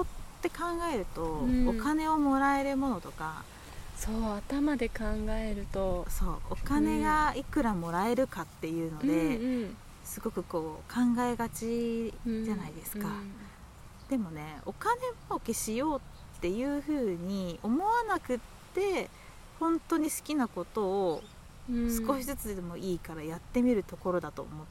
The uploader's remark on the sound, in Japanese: 自然の中で録音したため、途中風の音などが入っております。